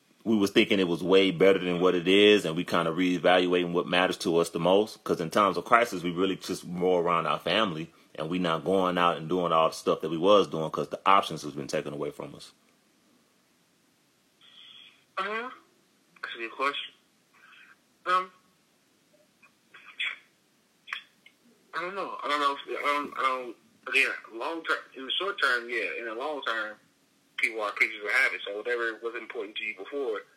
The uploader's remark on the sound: phone in episode